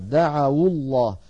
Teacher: دعوا الله، عفوا دعوا الله، دعوا هذه واو جماعة وليست واو جماعة، دخلت على فعل دعا فصار عندنا واو ساكنة مفتوح ما قبلها يعني حرف لين دعوا، فلما التقت مع الساكن بعدها حركت الواو بالضم فصارت دعوا الله.